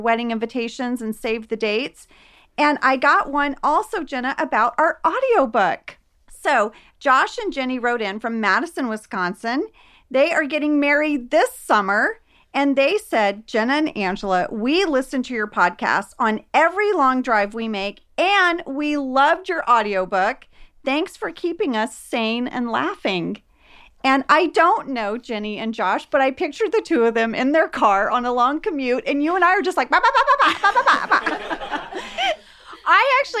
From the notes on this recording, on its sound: The ladies answer fan mail from the Los Angeles SiriusXM Garage in front of a special audience. The ladies celebrate doing their first live show for the podcast.